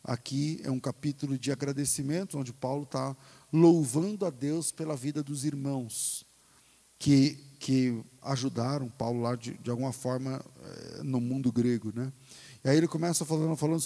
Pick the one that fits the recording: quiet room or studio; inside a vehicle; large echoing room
large echoing room